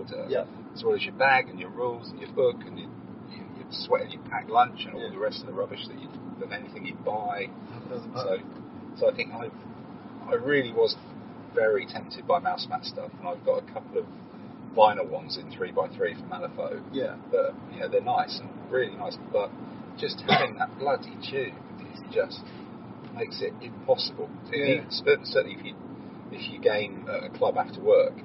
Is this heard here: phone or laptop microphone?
yes